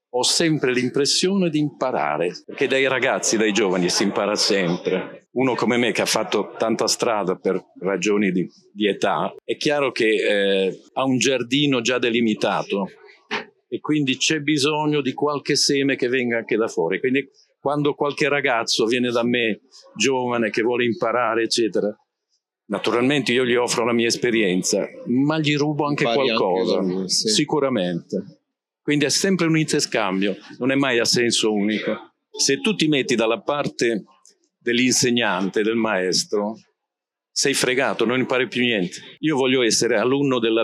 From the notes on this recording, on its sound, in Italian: Registrata durante Lucca Comics 2023